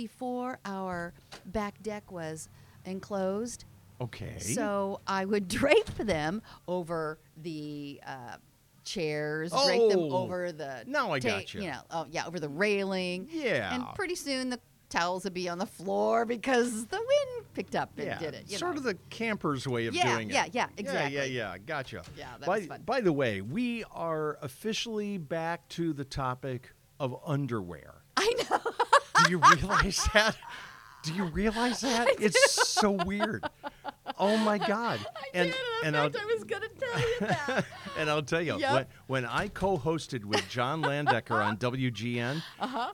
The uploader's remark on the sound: Recorded at Rocford Washer Laundromat on North Main Street in Rockford, Illinois.